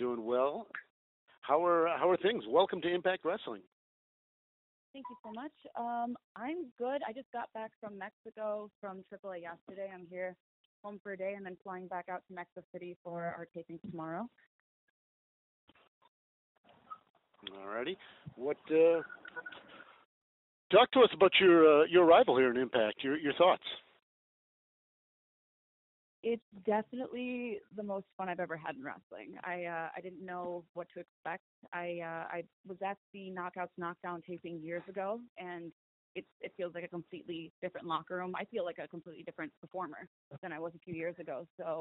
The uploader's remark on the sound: Media Teleconference Interview